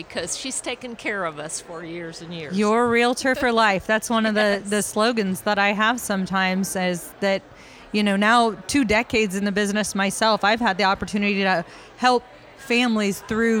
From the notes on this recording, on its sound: Took the show on the road to the Missouri Realtors Spring Business Conference and asked Realtors from across the state about their markets.